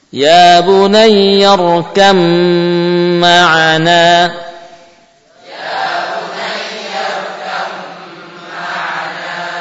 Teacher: Di idghamkan, ya. Ba sukun bertemu mim diidghamkan. · Term: idgham kamil